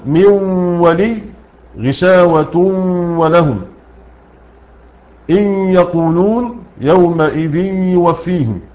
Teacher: غنة حرف مدغم، لان الواو والياء ليس من حروف الغنة. فنقول من ولي غشاوة ولهم إن يقولون يومئذ يوفيهم، كل هذا إدغام ناقص بغنة.